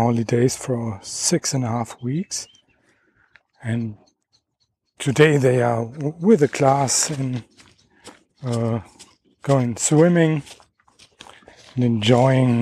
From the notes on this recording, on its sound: Dog Walk. I am walking and talking about the schizophrenic summer 2018 in Germany.